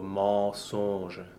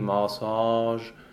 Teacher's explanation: This is a case where you really have to be clear on your nasal vowels and make sure that the A nasal is really a dark A and the O nasal is really a closed O · Shown in: first take